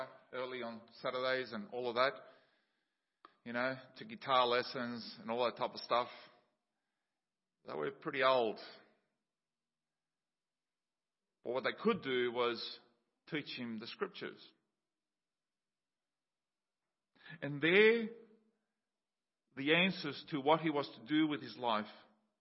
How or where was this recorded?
large echoing room